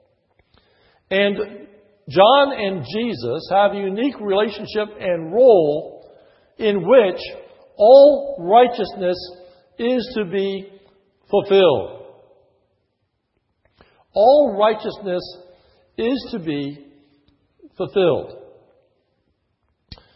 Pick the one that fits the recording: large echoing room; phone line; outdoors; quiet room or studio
large echoing room